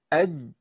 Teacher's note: اج، طبعا انا هجيب الجيم من غير قلقله، يبقى انا لساني هيلتصق